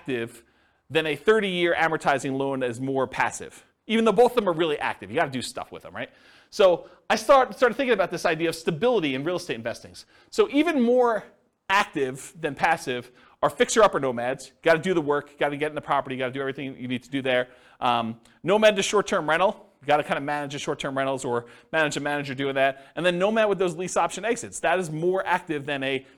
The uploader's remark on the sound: This was a live class recorded.